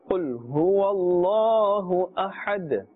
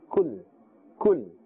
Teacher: Kaf has a gentle sound. And qul has a harder sound with a full mouth. · Shown in: first take